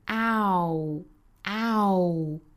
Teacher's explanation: 一定要注意是 ow 大的开口度啊到 u 的过渡 · Term: 双元音 ow